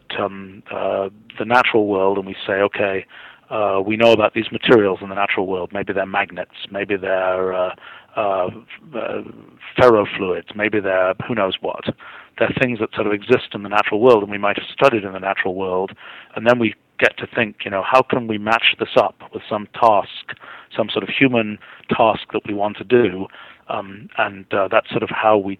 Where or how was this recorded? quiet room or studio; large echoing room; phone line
phone line